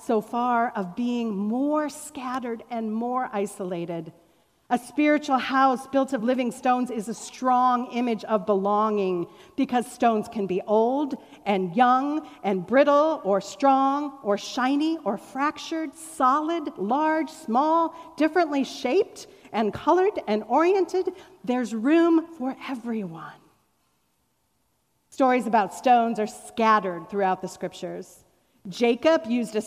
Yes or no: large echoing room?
yes